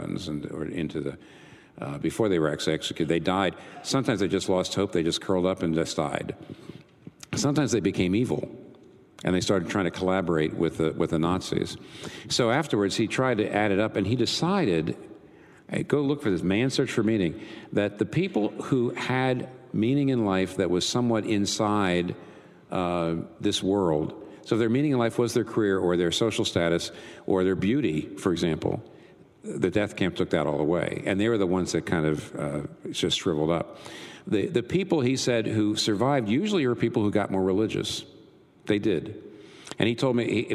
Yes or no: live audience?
yes